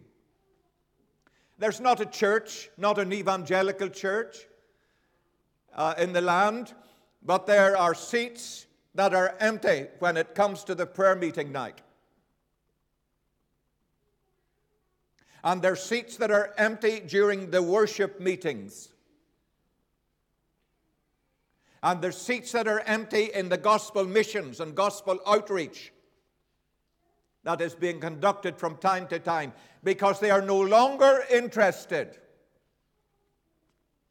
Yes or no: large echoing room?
yes